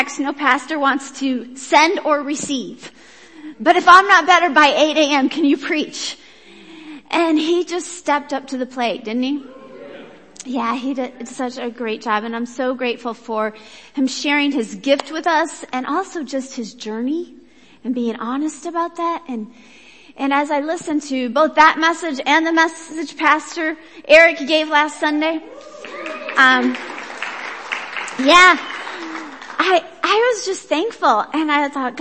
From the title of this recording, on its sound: Worship Service